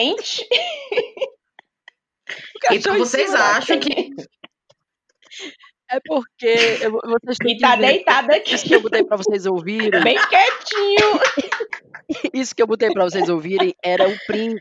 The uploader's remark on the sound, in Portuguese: Deu tudo errado nesse episodio: conexão ruim, audio quebrado e quando acontece o milagre das 5 estarem juntas pra gravar, o programa de gravação não ajuda.